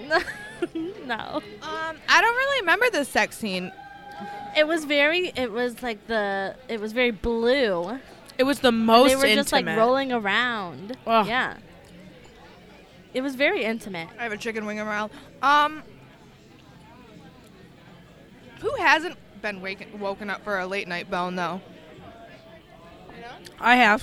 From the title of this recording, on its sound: Live at Applebees